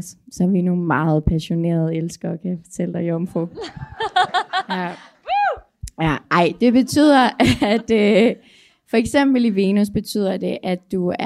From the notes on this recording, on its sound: Live fra Christianshavns Beboerhus. En liveoptagelse fra vores vidunderlige live talk og brevkasse, som vi afholdt i et udsolgt Christianshavns Beboerhus. En dejligt live-skramlet specialudgave af Astropod.